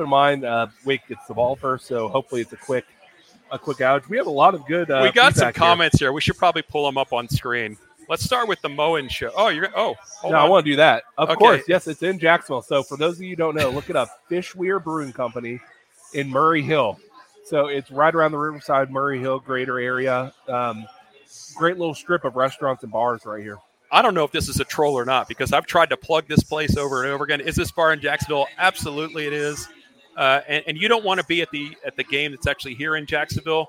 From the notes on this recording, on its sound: HALFTIME LIVE from Fishweir Brewing Company. In Jacksonville.